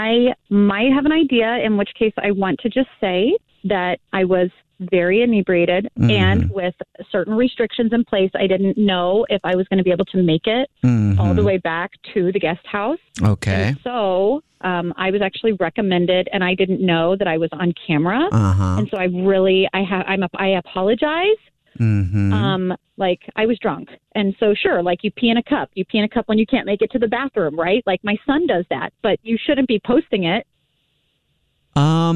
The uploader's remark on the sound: Phone Prank. Calls her from the golf course.